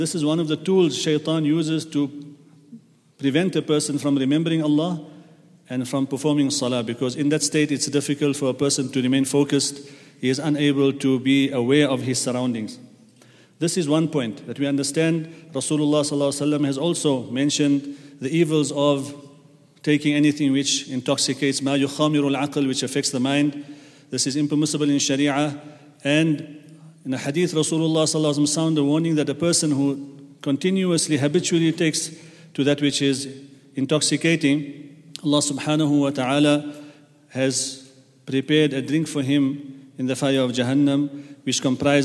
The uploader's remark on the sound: at the Houghton Masjid (West Street)